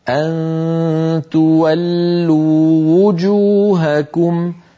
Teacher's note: تولوا آخرها واو مدية وجوهكم أولها واو مضمومة فالتقى في النطق واوان علينا أن نبينهما هكذا أن تولوا وجوهكم ببيان الضمة لواو وجوهكم